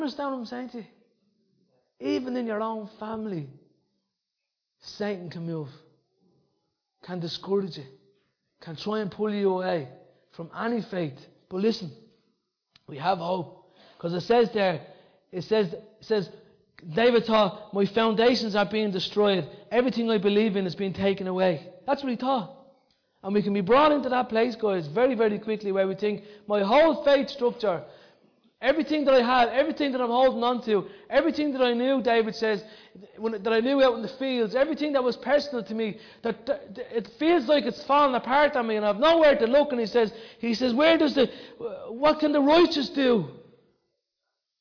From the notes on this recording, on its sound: Recorded live in Liberty Church in 2019